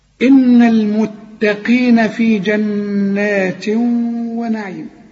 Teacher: والقاف في اخر درجات التفخيم